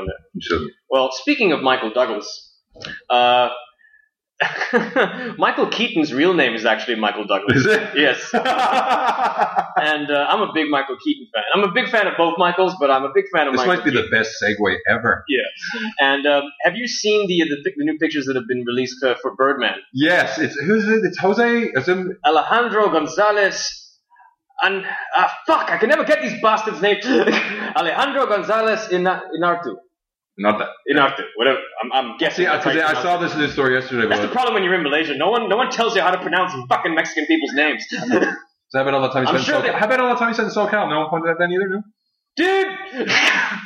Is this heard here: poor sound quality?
yes